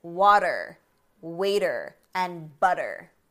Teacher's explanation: we don't pronounce the T. Instead, we say these words with a D sound in a few scenarios, and I'm going to explain.